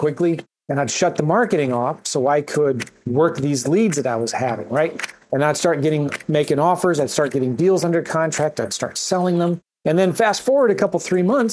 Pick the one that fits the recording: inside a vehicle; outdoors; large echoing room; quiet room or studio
quiet room or studio